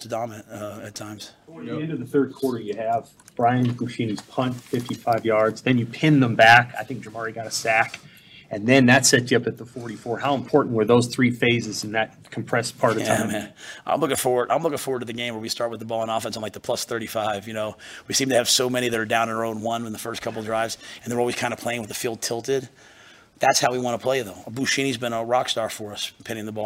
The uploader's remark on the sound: Post Game Press Conference